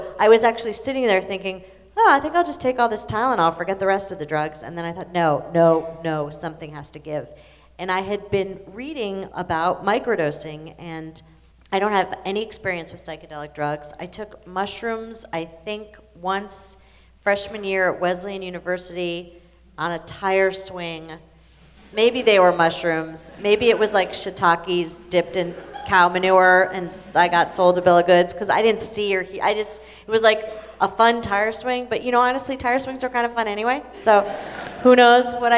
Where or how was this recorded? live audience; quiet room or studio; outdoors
live audience